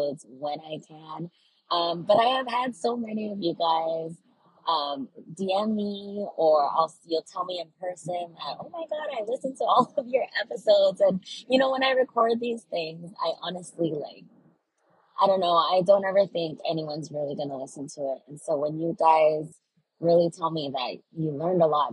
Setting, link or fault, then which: fault, poor sound quality